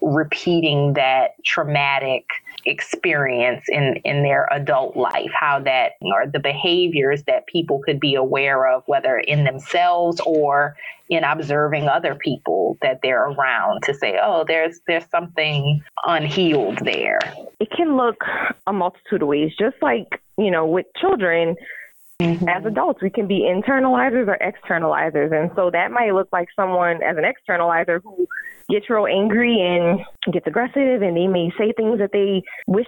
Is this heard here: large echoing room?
no